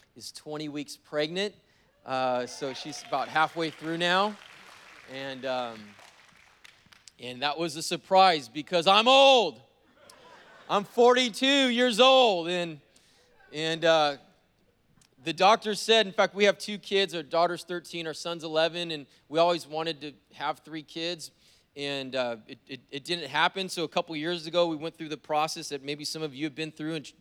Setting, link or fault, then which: setting, live audience